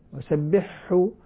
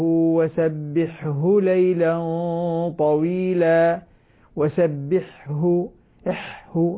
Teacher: أنطق الحاء من مخرجها من أقصى الحلق ثم الهاء بعد ذلك تأتي تبعا · Shown in: second take · Term: إظهار